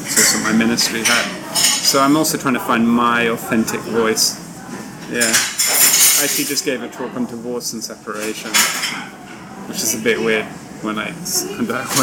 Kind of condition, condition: setting, busy venue